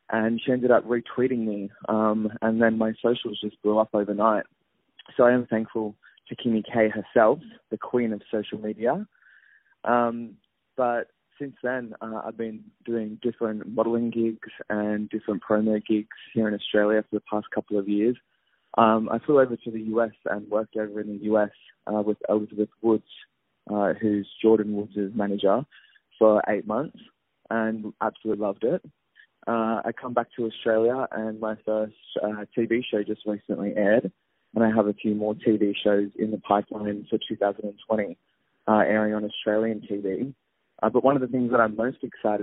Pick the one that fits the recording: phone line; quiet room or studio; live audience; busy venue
phone line